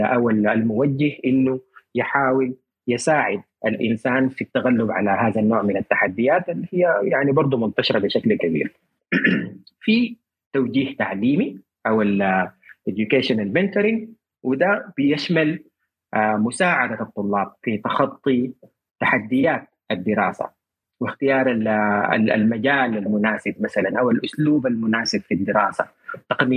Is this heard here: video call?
yes